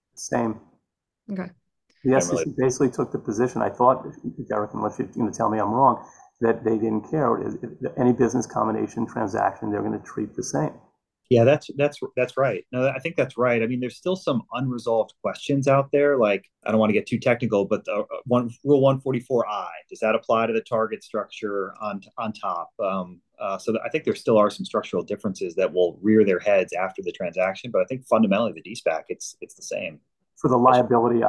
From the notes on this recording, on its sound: Spoke with a panel of SPAC legal experts. This originally aired as a live webinar.